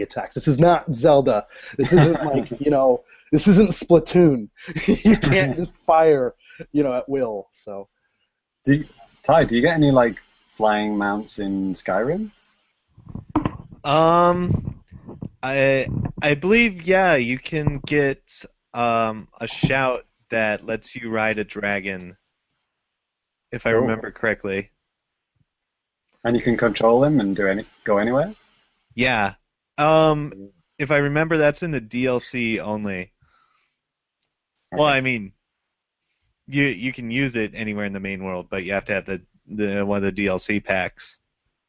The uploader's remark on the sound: Recorded LIVE via Google Hangouts on Air